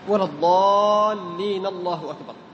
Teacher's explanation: وإذا كان الحرف في آخر السورة مكسور فإن لفظ الجلالة يكون إيش؟ مرققا